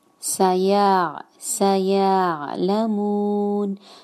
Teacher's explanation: یاد رکھیے اس کو سیع جھٹکے کے ساتھ آپ نہیں ادا کریں گے